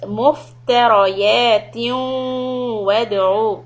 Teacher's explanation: the waw is idgham with gunna, so hold it, two harakat